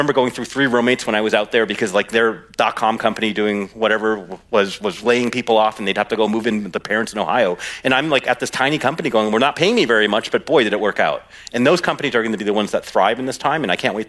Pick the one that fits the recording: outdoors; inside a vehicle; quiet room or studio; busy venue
busy venue